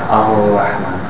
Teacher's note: Is some people, they don't roll it at all, and they make the Ra go to the back of their throat and it comes out like a ghain. Like a ghain. · Term: a defect in the Ra